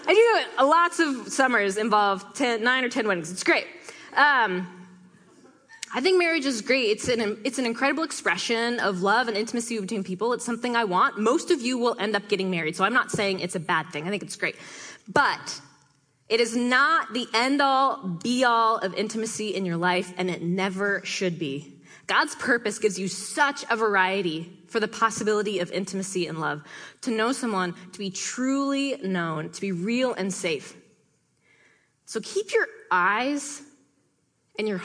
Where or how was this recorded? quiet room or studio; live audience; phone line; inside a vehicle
live audience